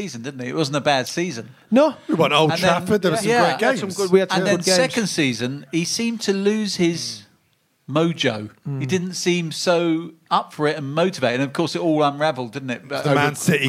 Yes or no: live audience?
yes